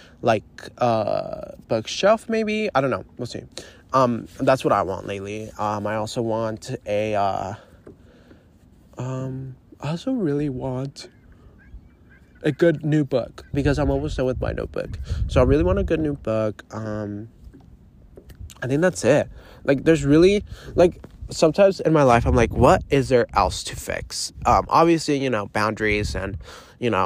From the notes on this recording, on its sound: literally live from my paddleboard